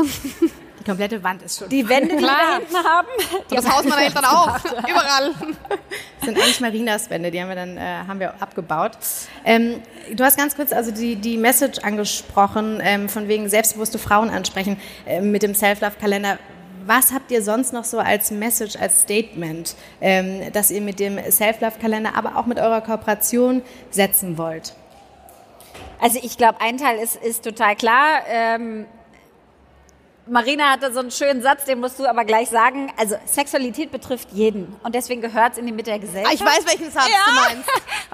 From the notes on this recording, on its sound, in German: In Berlin stattfand – und genau dort entstand auch die erste Live-Folge unseres heart2heart-Podcasts. Live auf der Bühne haben wir vor großem Publikum.